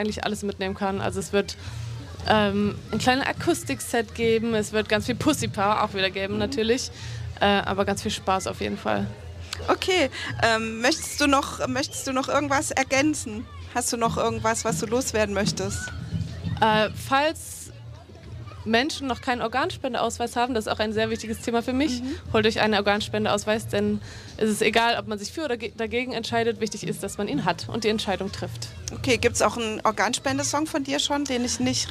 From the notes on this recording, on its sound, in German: Auf der Queer Area des Fokus Festivals in Görlitz. Das Interview wurde live. Bei radio blau ausgestrahlt.